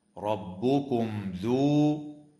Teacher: وتظهر الميم الساكنة عند الذال